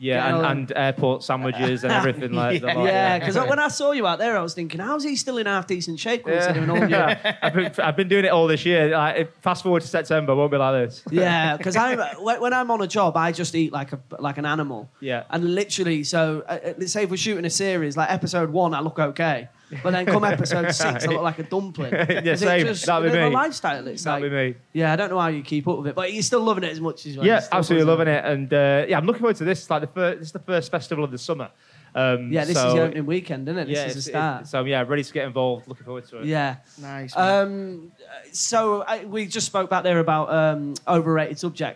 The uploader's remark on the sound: The boys took the podcast to the Highest Point Festival, where they sat down with a live crowd